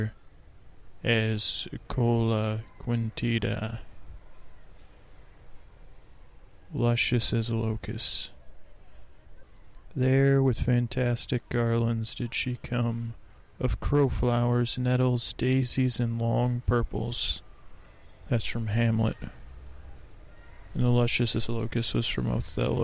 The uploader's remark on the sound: On Location at Golden Gate Park